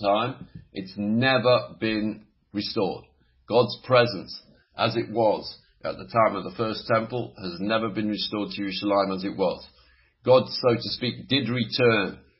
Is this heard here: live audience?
no